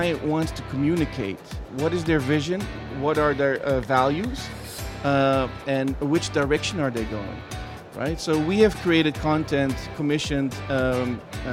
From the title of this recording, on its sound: Live from Global Media Congress